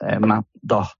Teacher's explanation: pero lo que más lo marca es que esa vocal no se abre tanto como en el oriente, pero sí tiene un alto nivel de aspiración, más dos. Hay una aspiración bastante fuerte.